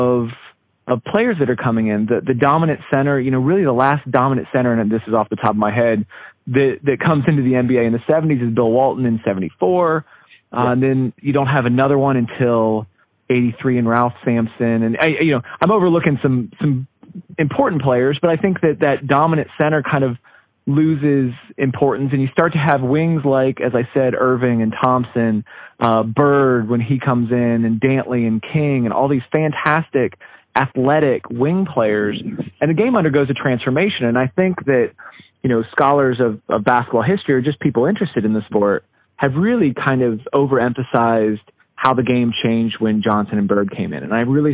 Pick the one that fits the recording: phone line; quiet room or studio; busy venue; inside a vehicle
phone line